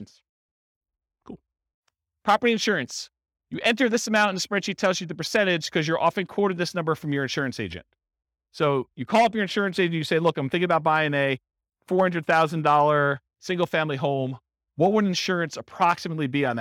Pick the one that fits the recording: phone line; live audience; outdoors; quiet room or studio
live audience